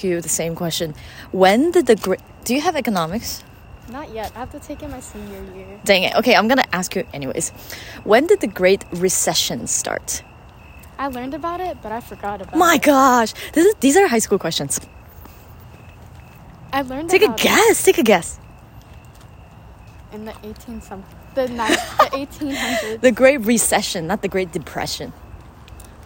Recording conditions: phone or laptop microphone